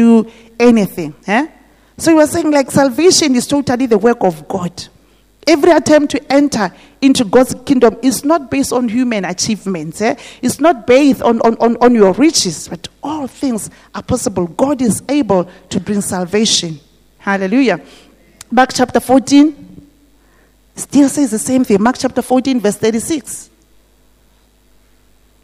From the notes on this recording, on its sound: This message was preached at GTCFC City Campus.